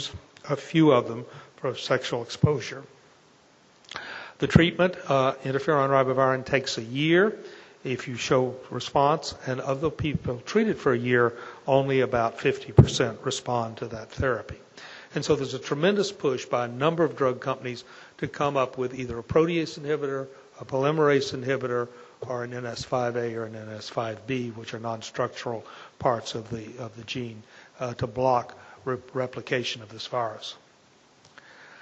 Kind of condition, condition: setting, large echoing room